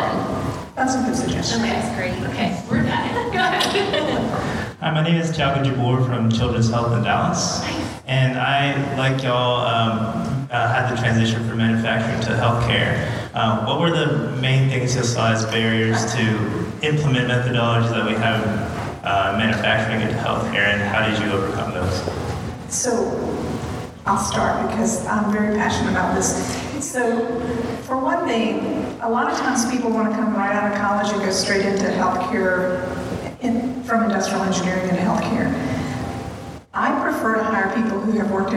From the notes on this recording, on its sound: At the Crowne Plaza Atlanta Perimeter at Ravinia. This episode features a recording of an on-stage Q&A.